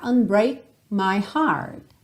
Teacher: você não ouve esse K